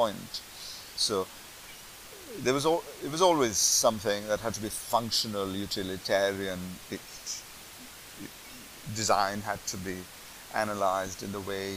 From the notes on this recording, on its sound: The audio is not great. Lots of background hiss. I am starting this thing of experimenting with how I do the audio.